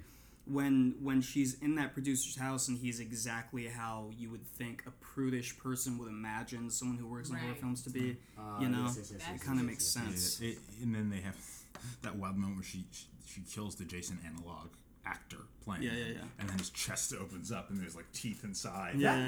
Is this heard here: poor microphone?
yes